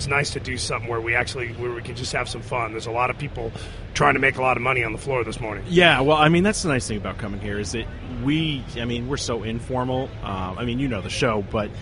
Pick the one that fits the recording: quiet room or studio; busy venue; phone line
busy venue